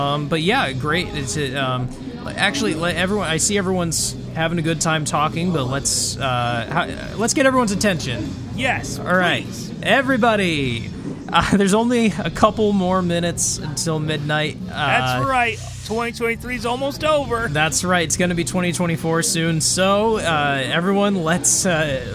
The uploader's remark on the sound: We also cap this episode off with some audio from our “holiday party” featuring all of our favorite reoccurring guests!